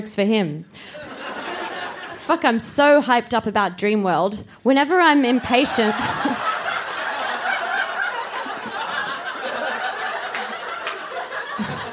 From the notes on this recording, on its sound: Recorded live at the Woodford Folk Festival